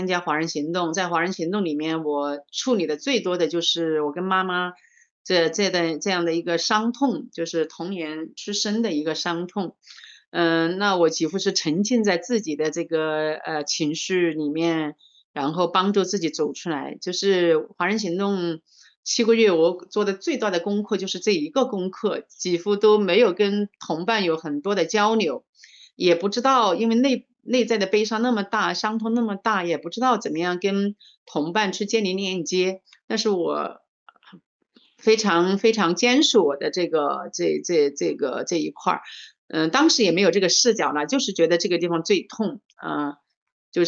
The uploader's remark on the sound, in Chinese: 錄音地點 台南、長沙。這一集是《生命小彩坊》第六次以「雲端」的方式來錄播。